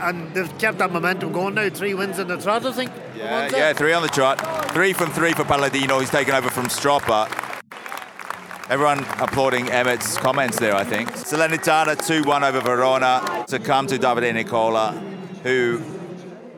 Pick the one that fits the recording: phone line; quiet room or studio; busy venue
busy venue